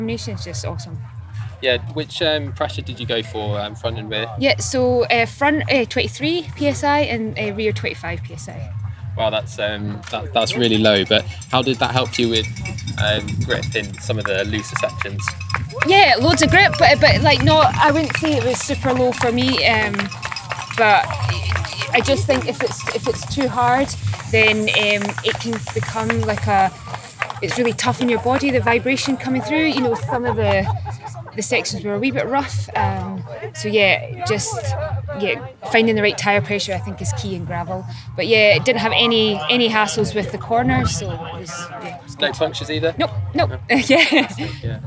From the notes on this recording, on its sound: records live from the British Gravel Championships at the King’s Cup Gravel Festival in Suffolk, east England